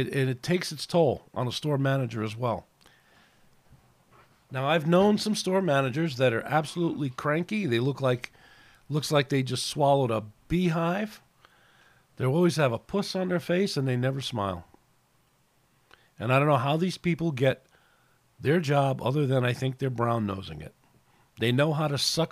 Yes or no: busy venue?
no